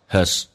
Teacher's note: 后面的 z 继续这个近似于发 s 这个发音，只要不是连音都可以近似于发短促的 s，叫 has。 The elevator has broken down.